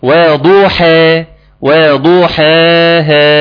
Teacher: هتتشد لفوق، ليه؟ علشان الضاد حرف مفخم فهيسحب معاه الحاء، نرققها · Term: الترقيق